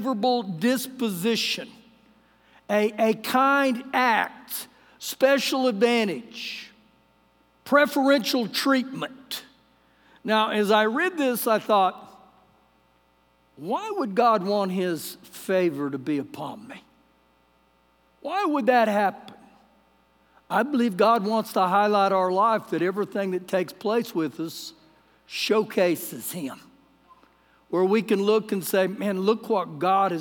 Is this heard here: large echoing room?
yes